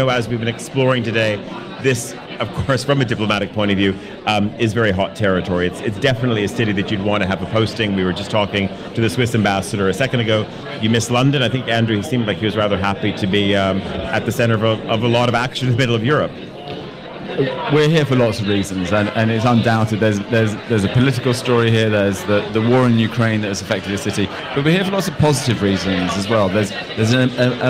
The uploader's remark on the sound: Monocle Radio broadcasts live from our inaugural party in Warsaw.